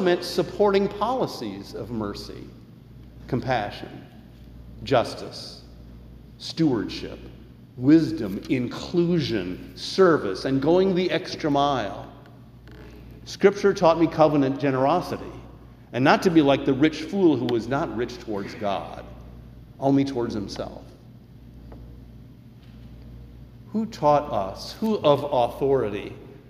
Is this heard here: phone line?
no